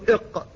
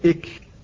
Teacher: المخرج الأول من مخارج اللسان هو أقصى اللسان، أي أصل اللسان، منبت اللسان، وهذا مكان فيه مخرجان، مخرج القاف ومخرج الكاف، فالقاف إلى جهة الحنك الأعلى والكاف إلى أسفل